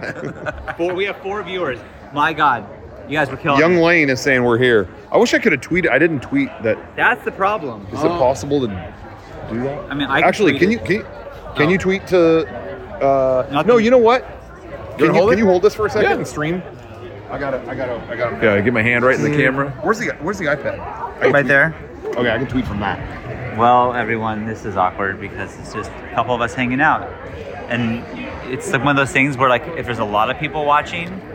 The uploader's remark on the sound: two days of San Diego Comic-Con, two different teams live streamed from the Mega64 booth.